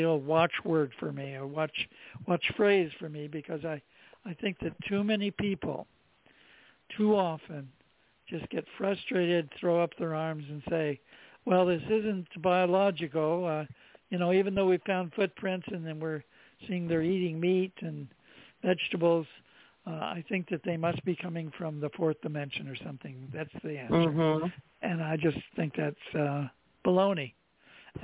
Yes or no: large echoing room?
no